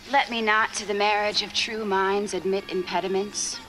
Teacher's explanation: And when you break down the phrase iambic pentameter, you're looking at five iambs, which is an unstressed syllable followed by a stressed syllable. And so you do that in one line five times.